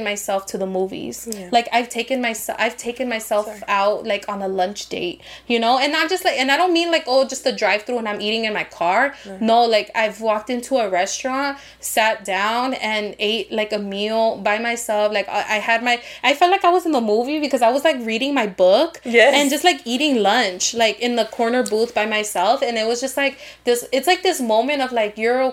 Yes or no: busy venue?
no